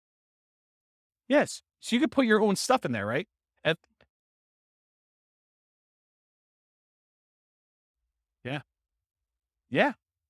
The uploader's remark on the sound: This was a live class recorded